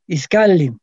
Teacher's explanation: Iskali, acento en la penúltima sílaba